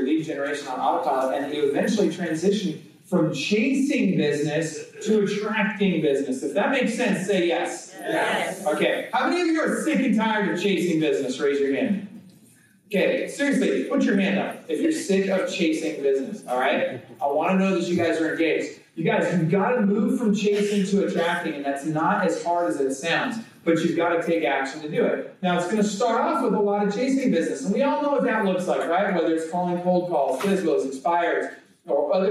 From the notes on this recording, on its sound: presents at the Xplode Conference